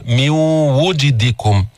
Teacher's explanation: واو ما فيها تفخيم، واو مستفلة منفتحة